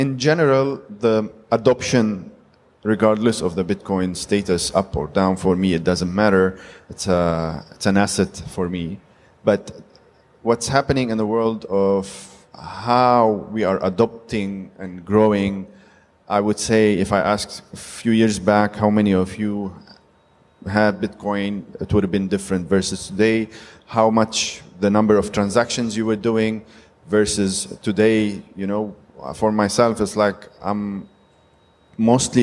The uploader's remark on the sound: Panel Discussion at Cryptoexpo 2023 edition